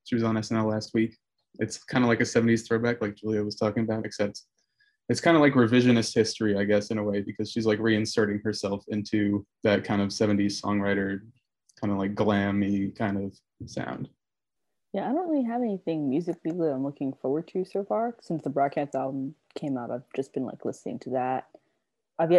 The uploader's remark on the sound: sit down over Zoom to chat